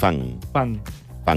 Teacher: tant la meva com la teva, són iguals de velaritzades. Perquè, diguem-ho així, es pronuncia així perquè darrere tens un so d'una K o d'una G.